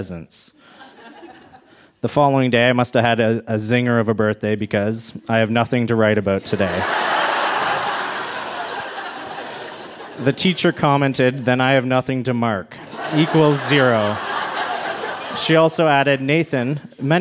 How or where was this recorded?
live audience